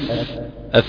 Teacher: قل أف أف في هواء خارج ما بين الأسنان وبين الشفة، وهذا شرط الرخاوة الموجود في حرف الفاء، إذ أنني أستطيع أن أطيل في حرف الفاء ولا يمنعني مانع